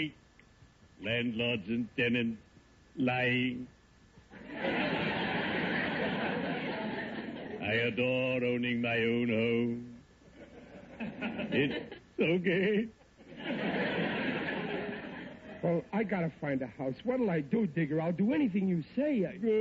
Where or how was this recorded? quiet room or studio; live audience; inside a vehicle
live audience